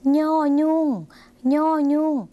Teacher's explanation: ออกเสียงยากสักหน่อยนะคะแต่ถ้าใครนะคะสามารถออกภาษาถิ่นเหนือหรือภาษาถิ่นอีสานได้ก็จะออกเสียงคำนี้ได้ค่ะเพราะจะเป็นเสียงขึ้นจมูกสักหน่อยนะคะ